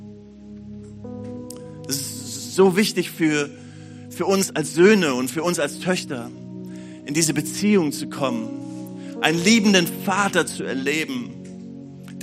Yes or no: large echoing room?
yes